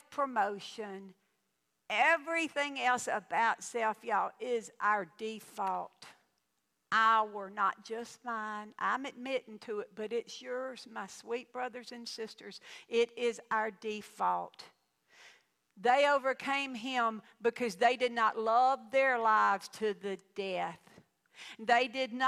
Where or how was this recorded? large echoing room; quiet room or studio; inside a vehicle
large echoing room